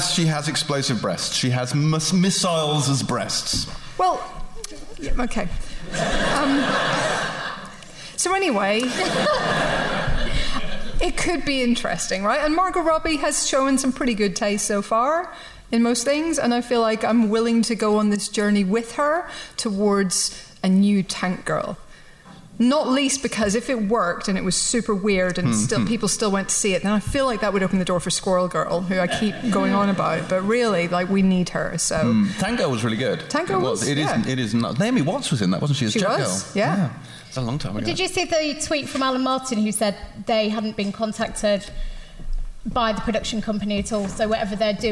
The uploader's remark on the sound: Live From The London Podcast Festival. This week's episode is a live show. Recorded as part of the London Podcast Festival, this typically raucous live show.